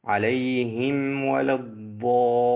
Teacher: انتبه للميم الساكنة قبل الواو وأظهرها واحذر عليها من الإخفاء · Term: الميم الساكنة